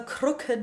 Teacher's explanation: the consonants formed at the back of the tongue against the soft palate · Term: lingua velar stop plosives